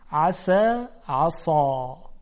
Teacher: زمانی که میخواد ا رو بگید انتهای زبان رو به طرف بالا و عقب بکشید، یعنی گلویش بکنید، حلقومیش بکنید صدا رو، ا میشود آ. این همون حالت تفخیمه، عصا عصا.